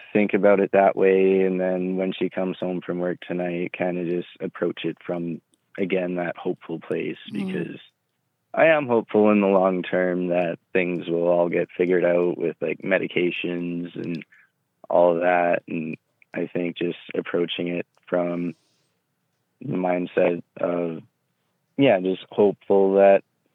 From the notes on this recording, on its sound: Today I am bringing back LIVE Hotline Calls! You will hear the change in these callers’ voices as we help them in real-time.